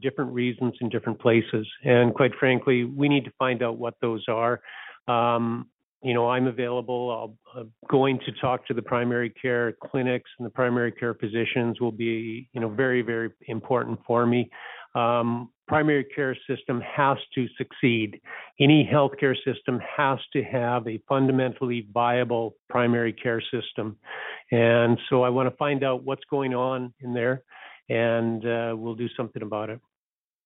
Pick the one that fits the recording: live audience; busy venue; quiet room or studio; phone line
phone line